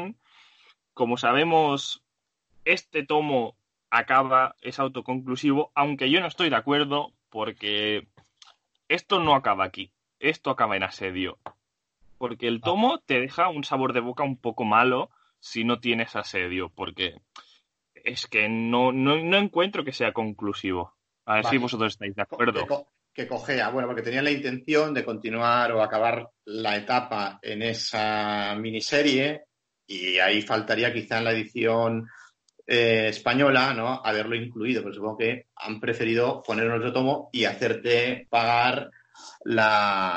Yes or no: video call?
yes